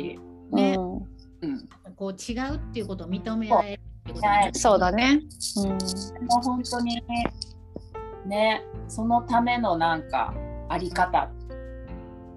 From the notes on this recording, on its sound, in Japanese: リモート収録でお届けします